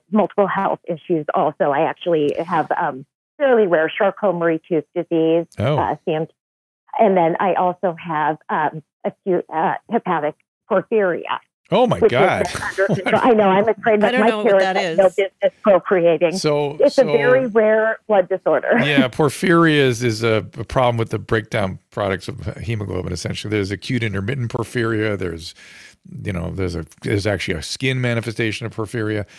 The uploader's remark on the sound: BLUE MICS. Opening his phone lines to the world by streaming LIVE from his home studio.